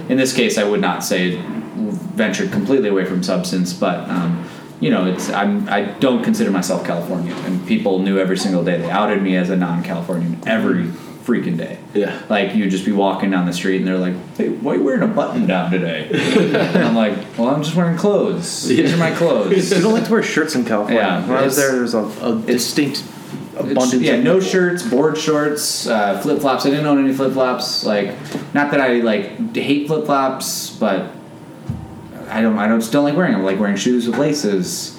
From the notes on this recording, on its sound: This episode was recorded in the basement of Tipico Coffee, the Cafe owned by our guest.